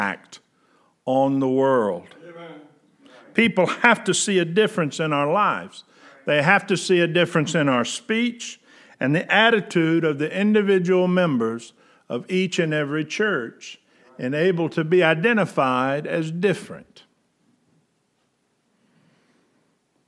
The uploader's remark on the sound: At General Baptist Church God's House of Prayer in Fairborn, Ohio.